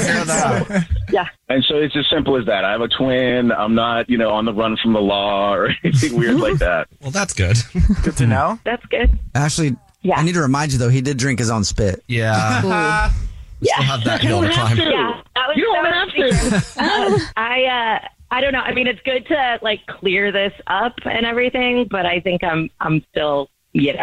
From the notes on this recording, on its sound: We get that other person on the phone to see why they're "ghosting". One of our listeners is calling because he isn't getting a call back from a girl he went on a date with!